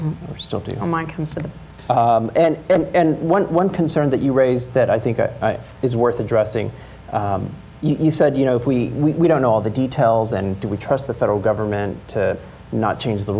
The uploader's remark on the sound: Hot Seat conversation at Trinity University in San Antonio